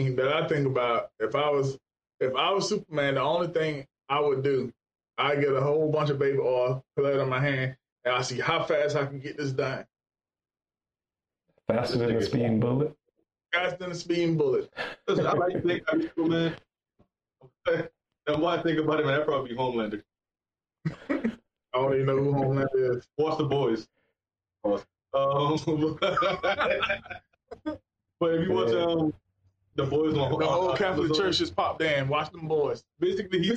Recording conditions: poor sound quality